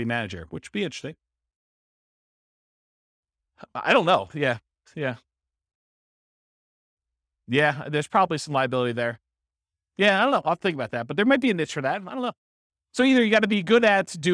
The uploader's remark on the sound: This was a live class recorded.